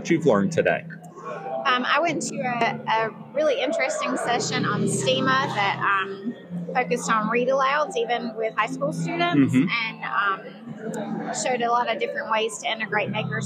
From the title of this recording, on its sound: On Location at NCBOLD